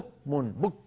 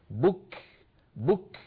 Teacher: فيأتي بشدة الكاف أولا ثم يتبعها بالهمس · Shown in: second take · يتبعها لأن الشدة والهمس ليسا في زمن واحد متتاليان، هكذا · Term: همس الكاف